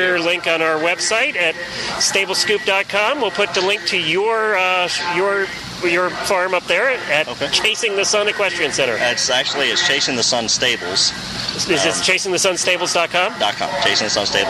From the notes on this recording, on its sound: On Location at John Henry Memorial Adoption Fair. Stable Scoop was on location at the John Henry Memorial Adoption Fair at the Kentucky Horse Park over the weekend and what a fun event it was. Enjoy the flavor of the Kentucky Horse Park on a hot summer night.